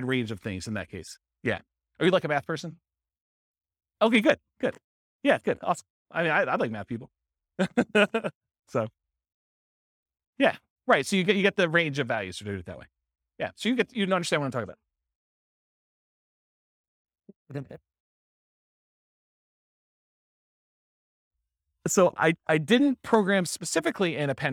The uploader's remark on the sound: This was a live class recorded.